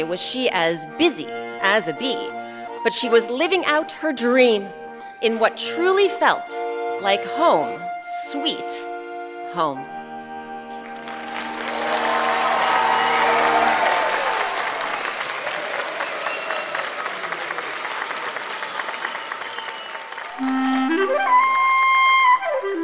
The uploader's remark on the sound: Recorded live at Round House Theatre in Bethesda, MD.